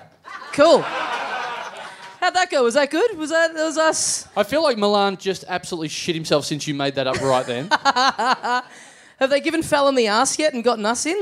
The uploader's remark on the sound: Recorded LIVE at Union Hall in New York on August 2, 2017.